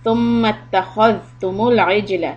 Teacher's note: When we come to a meme with a shadda, meme mushaddada, we hold it for two harakat.